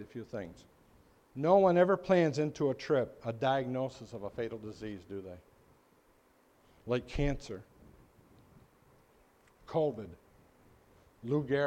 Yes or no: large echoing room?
yes